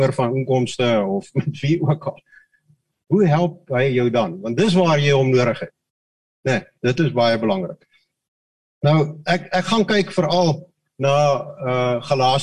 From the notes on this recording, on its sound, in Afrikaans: Manne van die Woord Zoom Byeenkoms.